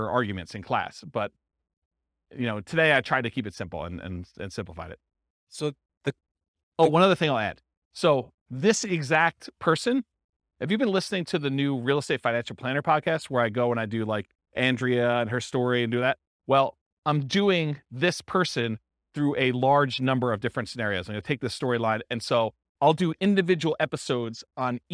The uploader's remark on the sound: This was a live class recorded